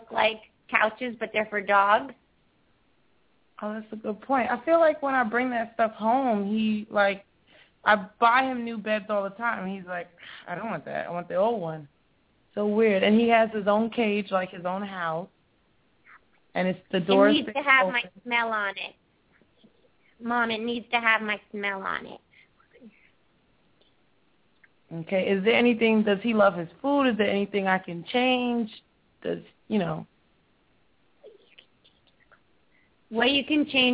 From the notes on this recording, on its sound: open up the lines for listeners to call